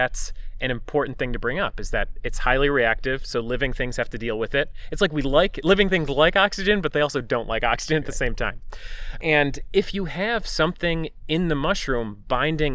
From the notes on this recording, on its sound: This episode was recorded in the Eternal Flame Falls section of Chestnut Ridge Park in Orchard Park, NY on July 4th, 2018.